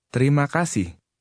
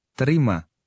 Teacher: Did you roll the Indonesian R as the speaker did?